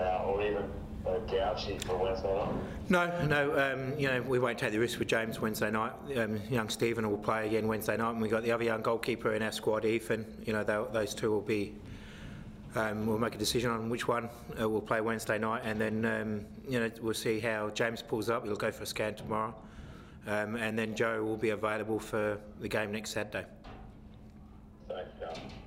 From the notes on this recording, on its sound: Post-Match Press Conference | Adelaide United v Wellington Phoenix.